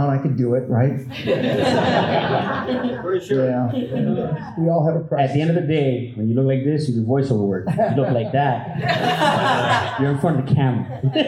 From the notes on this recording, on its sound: Recorded live at the Sunrise City Comic Con, FanCor hosted a Q&A.